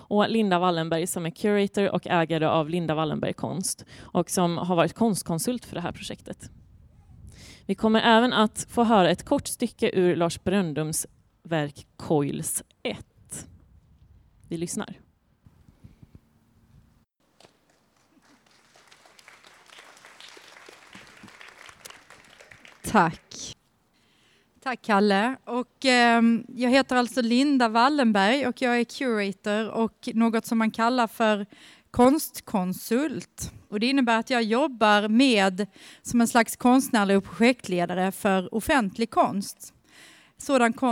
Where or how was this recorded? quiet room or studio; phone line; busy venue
busy venue